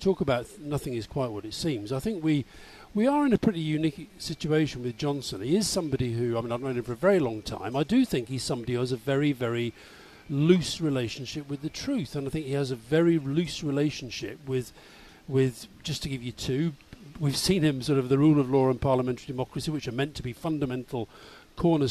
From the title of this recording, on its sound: Live from College Green